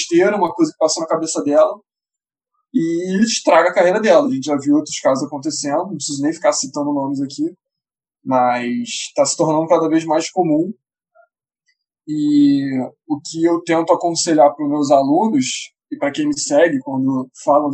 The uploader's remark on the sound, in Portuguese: Episódio gravado durante a pandemia do COVID-19, com gravação remota.